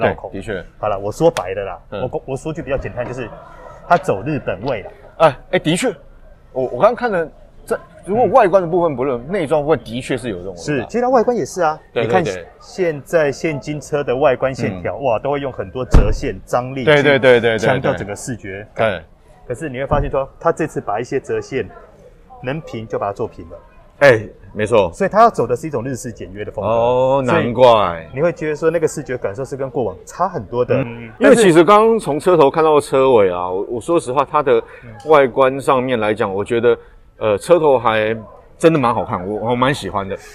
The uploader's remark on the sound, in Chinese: 大改款Honda Fit是在貴三小？實車現場邊看邊說給你聽！